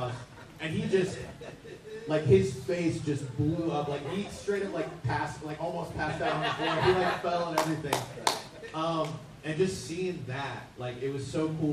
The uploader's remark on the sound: Today we're taking you into the Voice Actor Panel at Ba-Con 2023, hosted in Pasadena, Texas. This is quite a large gathering of voice actors from across anime, cartoons, TV shows and everything in between.